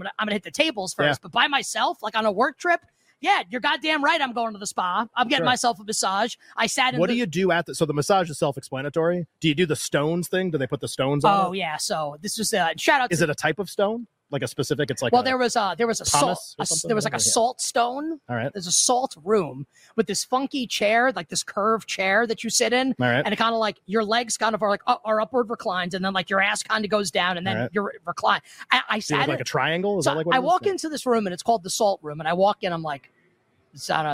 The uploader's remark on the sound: LIVE FROM VEGAS. LIVE FROM LAS VEGAS at Mandalay Bay!